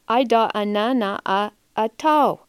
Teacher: she leaves off whole groups of sounds out of her repertoire, and she has difficulty saying the correct number of syllables in words. She leaves off sounds like S, F, V, Z. · She changes R and L to W. She changes K and G to T and D. · Term: phonological disorder